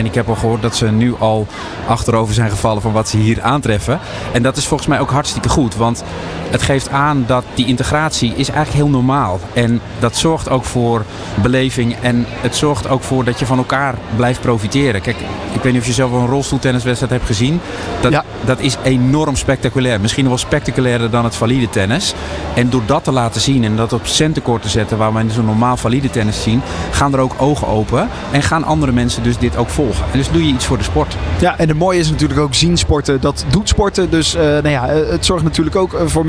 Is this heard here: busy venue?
yes